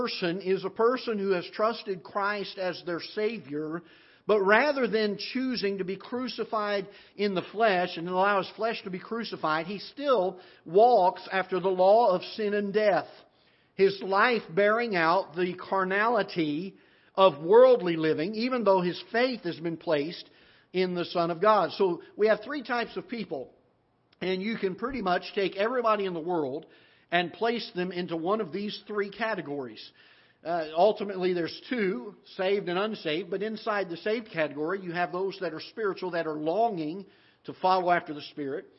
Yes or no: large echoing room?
yes